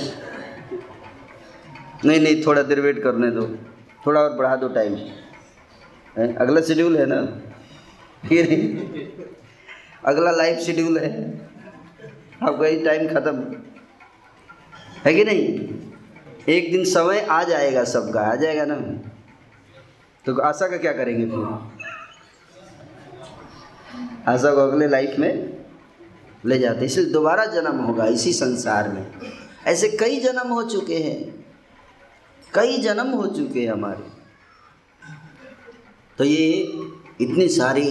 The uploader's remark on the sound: Occasion : Jagannath Puri Yatra 2020. Audience : Camp devotees.